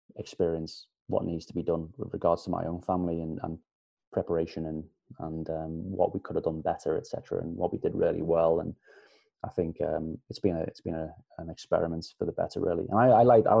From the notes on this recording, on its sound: chatting to me via Zoom